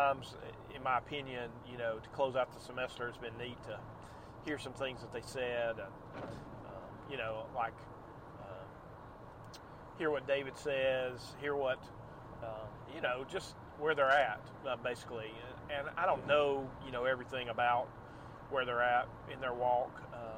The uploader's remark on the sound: Night. Rain. Driving.